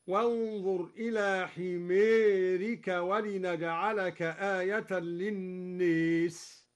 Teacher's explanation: أمال كلا من حمارك وللناس أيضا